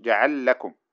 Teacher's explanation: أدغم اللام في اللام